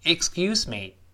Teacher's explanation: 这个里面的字母 C 本来发 k，但是在 X 后面 S 后面重读的时候呢，这个，呃，声带要震动，就是轻辅音浊化发 g 这个声音。